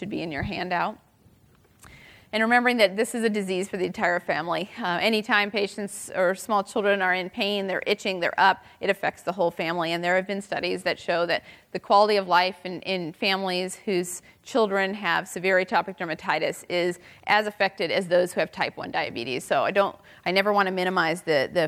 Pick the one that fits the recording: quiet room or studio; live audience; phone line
live audience